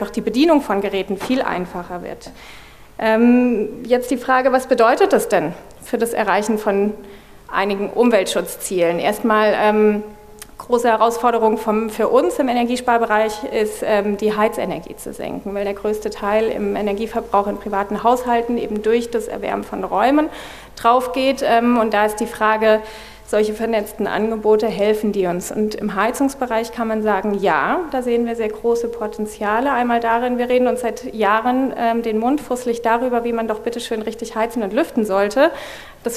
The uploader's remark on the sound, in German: wollen wir gemeinsam mit dem Publikum diskutieren